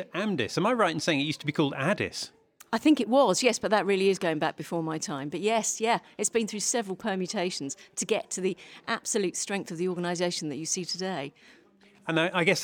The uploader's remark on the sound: A walk around the 2023 AMCIS annual conference. First we’re going to get some coffee and see who’s here so come with me as I take you around the event at this year’s AMCIS annual conference.